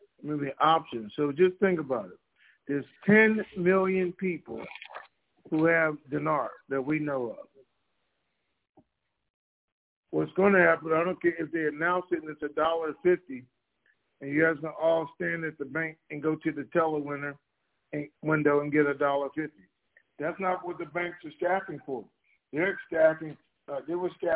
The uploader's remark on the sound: TNTSuperfantastic Conference Call